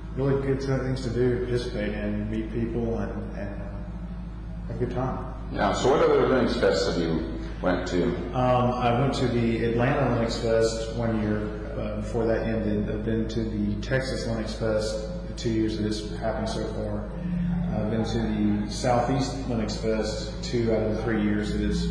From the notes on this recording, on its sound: interviews that were recorded at the Linux Fest Northwest took place on April 28 and 29, 2012